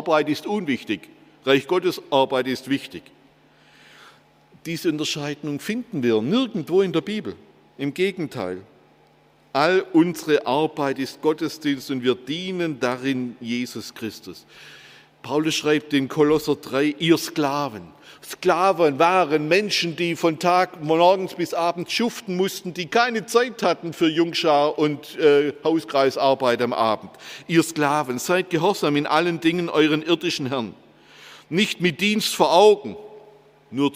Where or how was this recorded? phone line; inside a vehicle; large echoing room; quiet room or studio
large echoing room